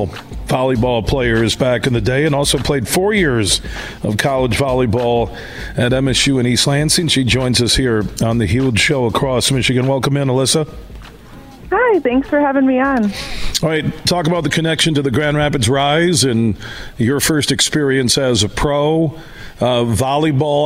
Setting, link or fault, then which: setting, busy venue